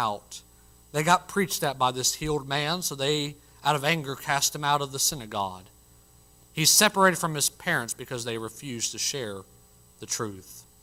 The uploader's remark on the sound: Originally preached at the White Horse Heights Baptist Church in Greenville SC on June 7, 2023